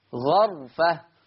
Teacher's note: قرأ ورش بفتح الغين